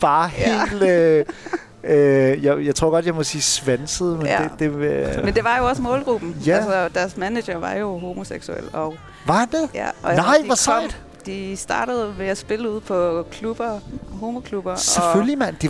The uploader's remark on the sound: Live fra Salen. Dørene åbner for første gang efter Lockdown & vi sendte live i salen.